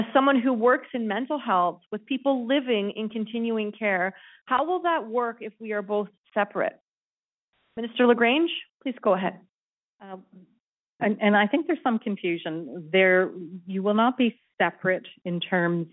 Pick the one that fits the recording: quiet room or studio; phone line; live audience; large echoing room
phone line